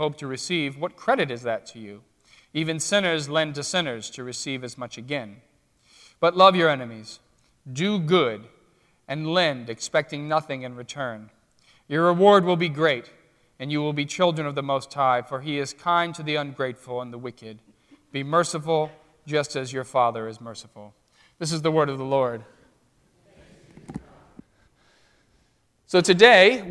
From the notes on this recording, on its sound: during the Crossroads service (9:30 am) on Sunday, February 28, 2016, at First Presbyterian Church of Arlington Heights, Illinois